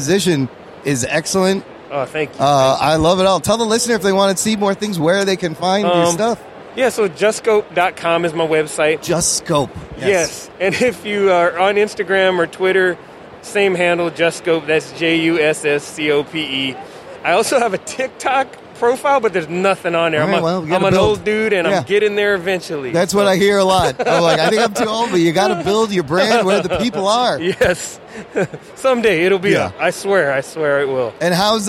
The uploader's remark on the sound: C2E2 in Chicago is back! Spend some time on the convention floor.